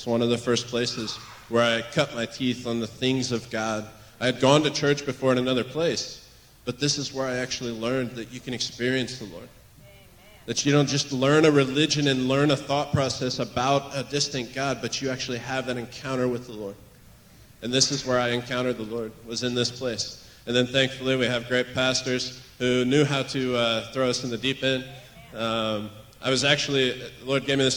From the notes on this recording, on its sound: recorded on June 18, 2023, at Gateway Church in Richmond, Indiana